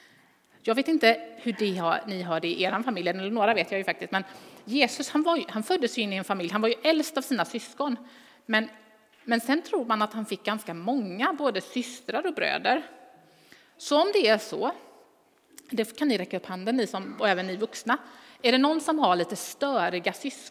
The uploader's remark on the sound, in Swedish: Inspelning från Immanuelskyrkan Skövde.